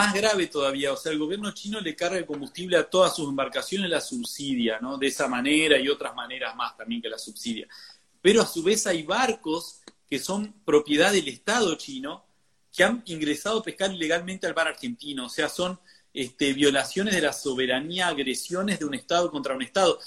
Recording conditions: video call